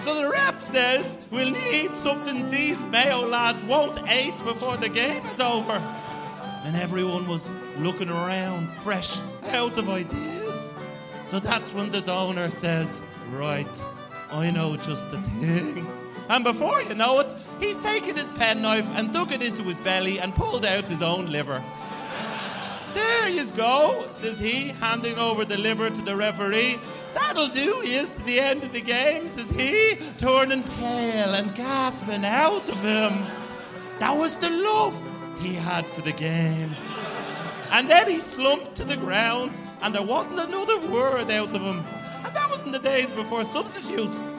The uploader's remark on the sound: SECOND CAPTAINS LIVE FROM LIBERTY HALL THEATRE. Welcome to a very special recording of the show from the historic Liberty Hall Theatre.